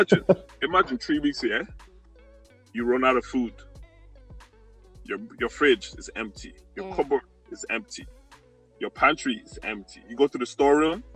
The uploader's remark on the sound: Excuse the sound quality, we're recording remotely and working on finding a cleaner solution for the foreseeable future.